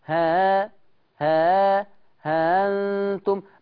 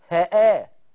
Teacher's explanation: مفيش همزة، الهمزة بقت مسهلة · Shown in: first take · Term: تسهيل